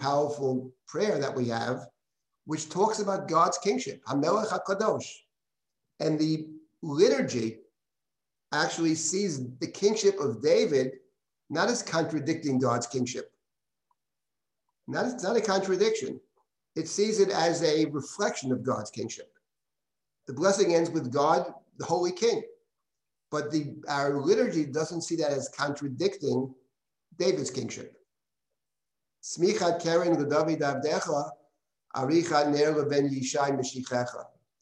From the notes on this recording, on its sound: This audio was originally captured from Zoom